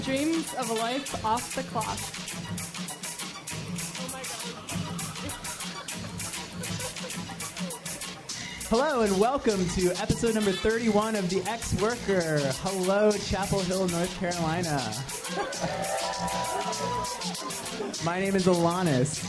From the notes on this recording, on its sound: Live from the Carrboro Anarchist Book Fair! Recording an episode of the Ex-Worker in front of a live anarchist audience! Interviewed a wide range of participants from the book fair.